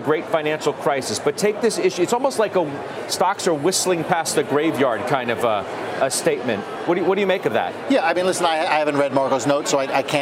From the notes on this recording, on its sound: live from the New York Stock Exchange